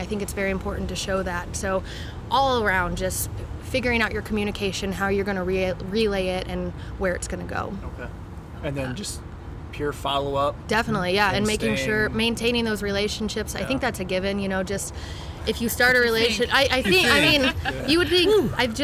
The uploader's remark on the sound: LIVE at Sun King Brewery in downtown Indianapolis!